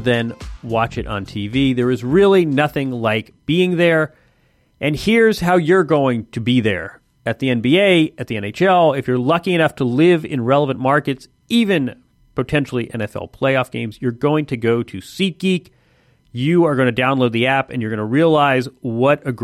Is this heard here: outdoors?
no